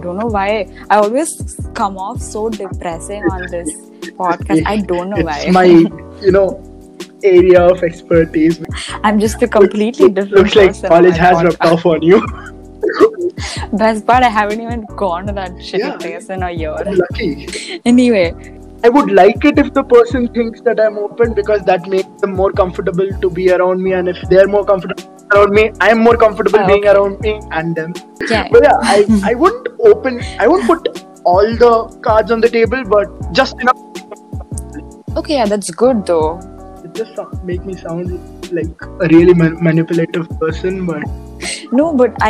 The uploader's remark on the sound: the app decided to bite me in the ass again by messing up the audio